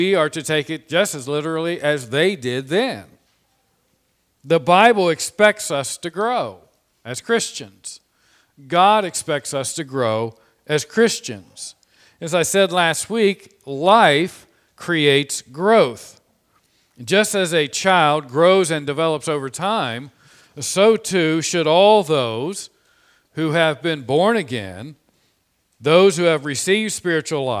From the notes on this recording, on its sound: This Sermon was preached on Sunday, March 21, 2021 from the pulpit of Grace Community Church in Berea, KY.